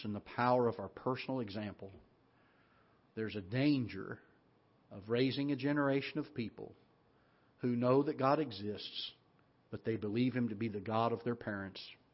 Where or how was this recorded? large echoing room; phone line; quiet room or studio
large echoing room